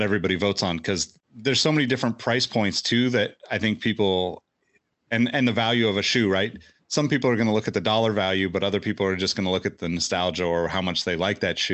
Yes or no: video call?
yes